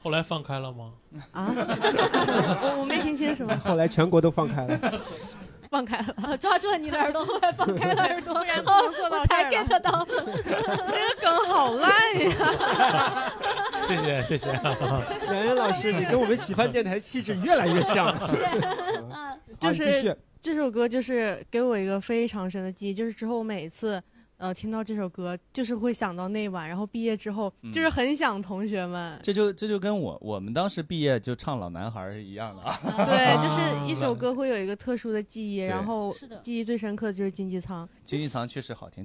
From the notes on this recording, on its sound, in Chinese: 现场观众们